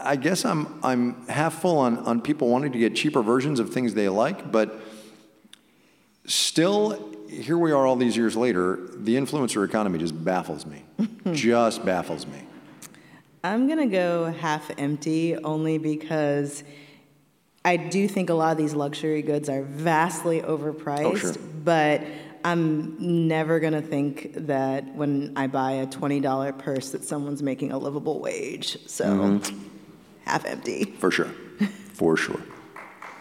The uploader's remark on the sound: Make Me Smart: Live in Seattle. This special edition of Make Me Smart’s weekly happy hour is coming to you live from the stage at Seattle’s Town Hall.